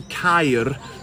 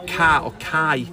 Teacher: we don't really trill our R's too much in southern Flintshire. · Shown in: second take · So rather than cair, we just let, left a ca or kai.